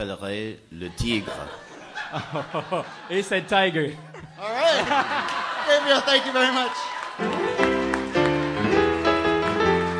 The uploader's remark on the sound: Ask Roulette is a conversation series in which strangers ask each other questions on stage. Our March show at Housing Works Bookstore in New York City. Some audience members.